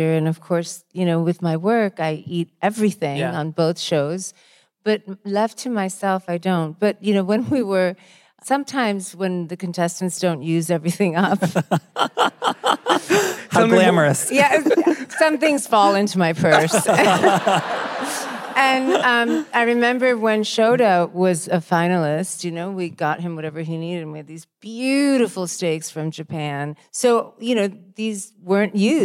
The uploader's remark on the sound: Live At Symphony Space. Dinner SOS left the studio and took to the live stage! We answered your cooking questions and some from the crowd!